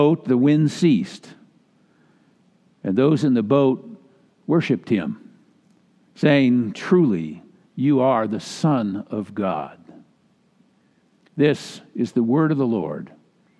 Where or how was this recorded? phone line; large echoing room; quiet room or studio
large echoing room